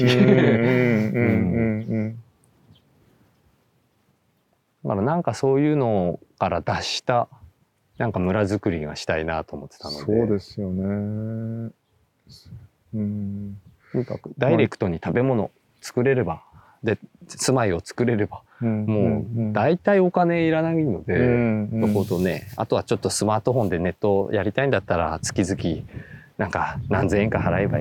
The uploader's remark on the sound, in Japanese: 誰かと散歩しながら収録しております。すっかり有名になった廃材だけでセルフビルドされた（され続けている）ご自宅の敷地からスタートして、周辺の畑などをグルっと散歩。